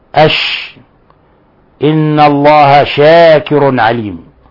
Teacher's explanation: الشين تخرج من المخرج الثالث من مخارج الفم بعد مخرج الكاف من وسط اللسان بينه وبين وسط الحنك، وهي مهموسة رخوة · Term: تفشي